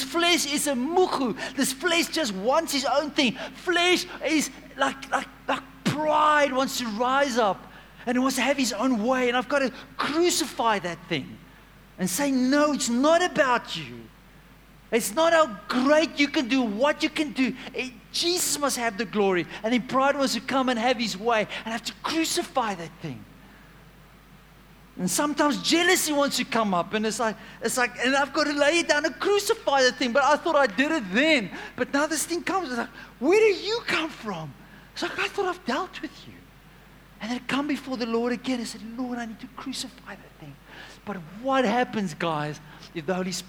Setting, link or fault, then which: setting, large echoing room